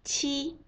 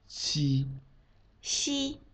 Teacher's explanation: 七是送气音，读起来像数字的七；西是不送气的音